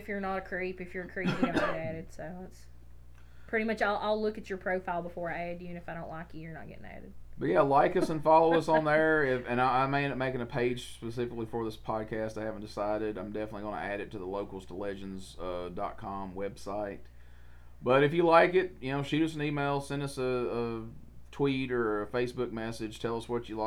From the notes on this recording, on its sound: The audio on this episode may be a little low but the problem has been fixed for future episodes.